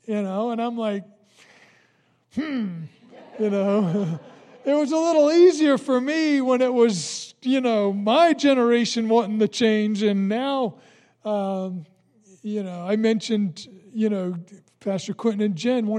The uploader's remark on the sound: recorded on Sunday, March 1, 2020, during service at The Anchor Church in Rockport, Maine